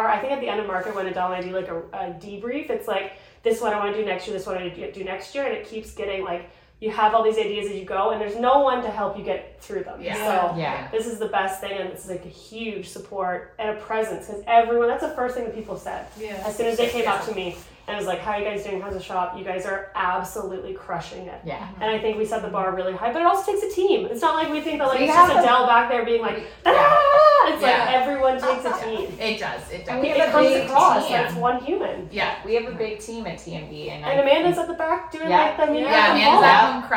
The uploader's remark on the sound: We are overtired, sans make-up and sleep, have bad lighting and a botched mic but we made it through one of the most beautifully chaotic NY Markets to date!